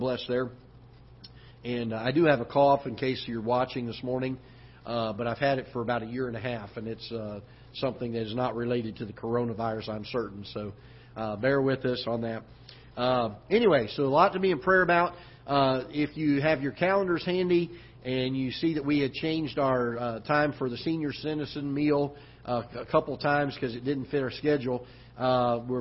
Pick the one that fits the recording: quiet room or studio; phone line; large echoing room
large echoing room